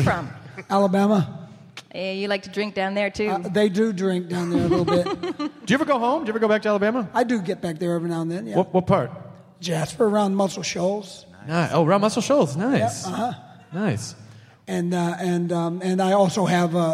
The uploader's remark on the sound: Live at The Balboa Theater at SDCC 2014! They take quemments from the audience!